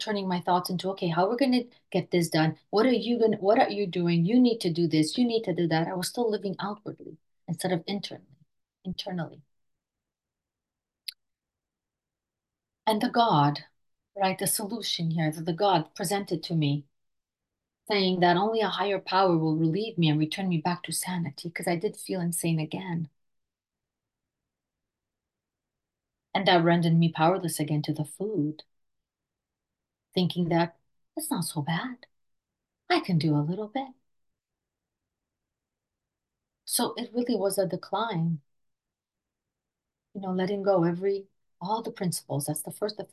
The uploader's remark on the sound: Recorded at the Recovery From Relapse Special Focus Meeting Tuesdays at 6am PST/9am EST/2pm GMT Meeting ID